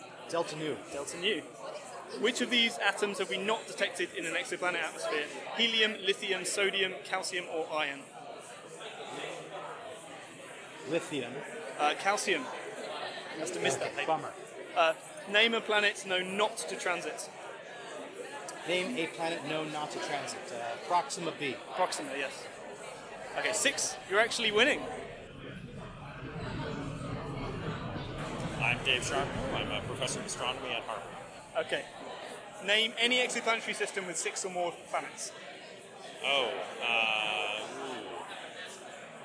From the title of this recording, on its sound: Live at TESScon